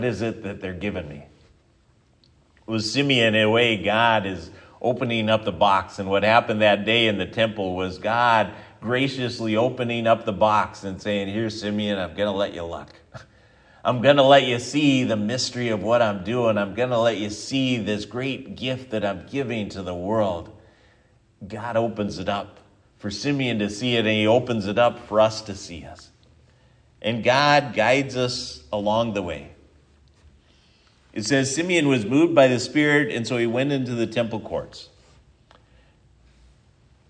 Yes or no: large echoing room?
yes